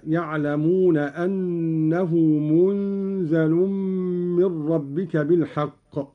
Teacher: قرأ قالون بإسكان النون وتخفيف الزاي مع ملاحظة إخفاء النون عند الزاي والغنة هكذا: يعلمون أنه منزل من ربك بالحق.